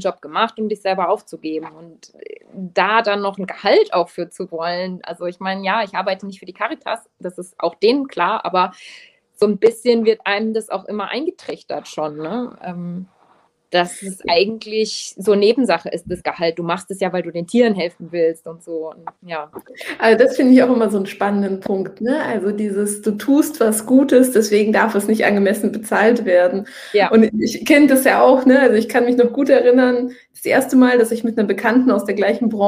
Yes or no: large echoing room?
no